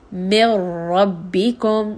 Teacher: There is no nasalization. It is not going up into the nose. · Term: idgham without ghunna